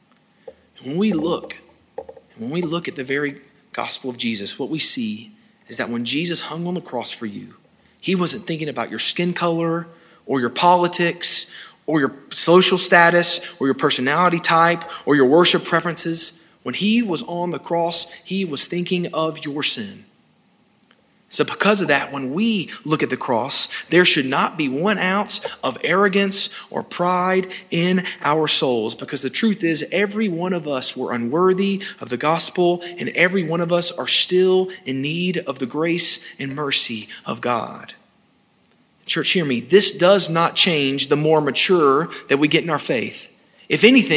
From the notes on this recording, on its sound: This sermon was delivered on February 6, 2022 at First Baptist Church Hendersonville, NC.